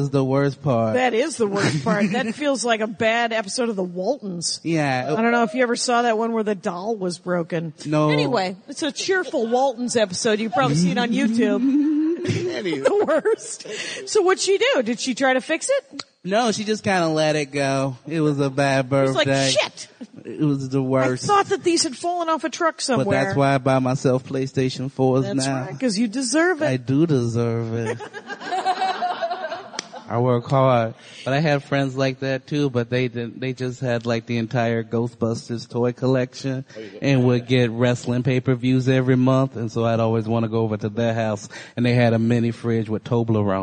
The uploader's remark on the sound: Live at Sketchfest. I did a live Dork Panel.